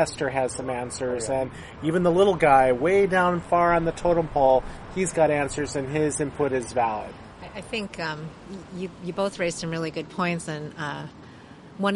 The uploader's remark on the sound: outside a Coffee Bean and Tea Leaf in Irvine